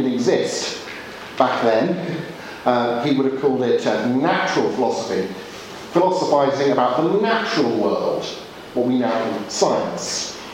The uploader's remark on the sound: Audio from teaching delivered at Gimlekollen College, Norway